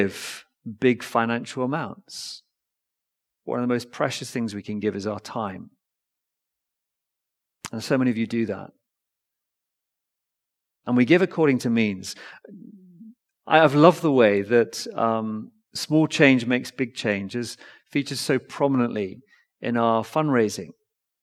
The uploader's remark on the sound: Recorded Live stream Sermon from Binscombe Church (BWS) 10th December 2023